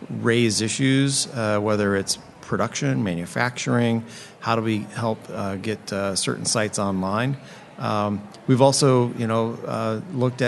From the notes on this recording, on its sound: Live From The 8th Annual Building Resilience Through Private-Public Partnership Conference In Washington D.C.